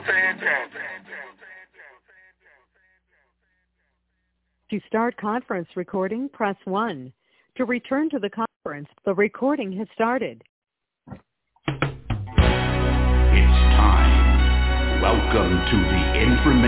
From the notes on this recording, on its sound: Conference Call.